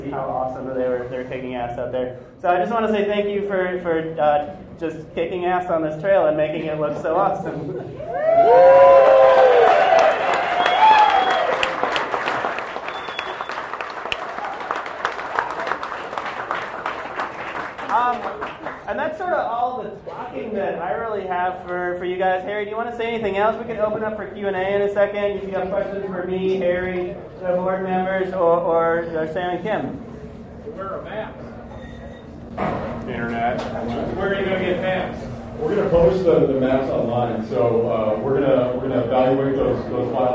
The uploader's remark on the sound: LIVE announcement of the Oregon Timber Trail at Base Camp Brewing